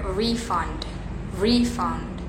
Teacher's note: tekanannya di awal itu noun guys